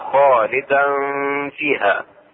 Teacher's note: إخفاء التنوين فتحتين مع الفاء